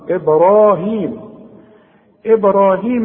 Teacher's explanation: احنا بنقلقل الباء والراء مفخمة